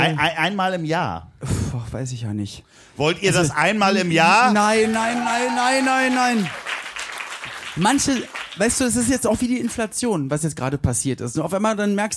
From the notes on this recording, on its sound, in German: Hier kommt sie, die B-Seite der Live-Show aus dem Schmidtchen.